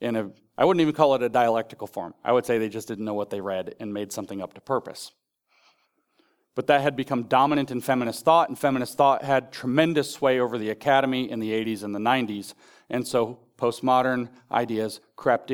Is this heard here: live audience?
yes